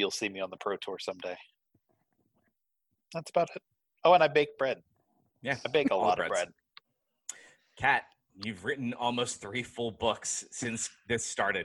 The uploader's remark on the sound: Gather around a Zoom call.